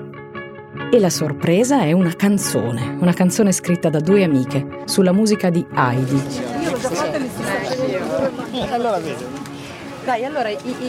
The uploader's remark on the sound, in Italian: Live dallo Space Center